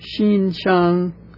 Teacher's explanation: it's two elevated, even-pitched syllables